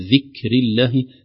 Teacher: همس يخرج من مخرج الكاف، هواء خفيف بعد يعني تباعد عضوي النطق · Term: الكاف مهموسة